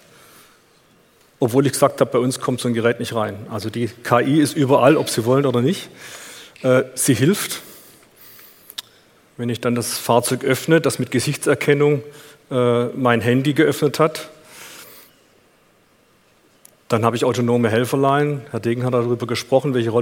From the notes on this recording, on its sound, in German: in seinem Vortrag auf auto motor und sport Kongress 2019